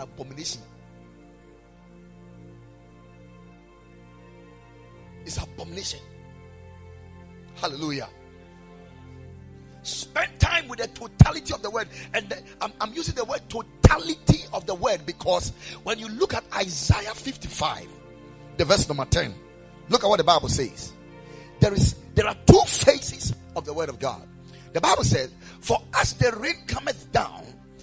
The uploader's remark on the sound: Preached at the Ekklesia Chapel.